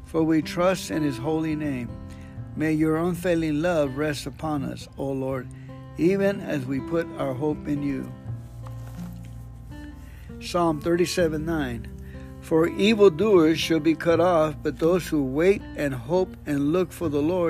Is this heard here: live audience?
no